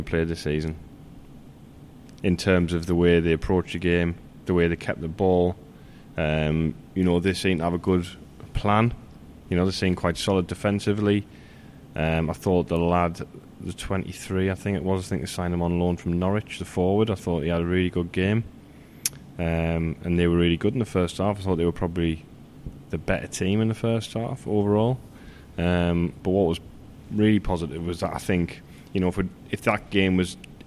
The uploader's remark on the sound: are at The Peacock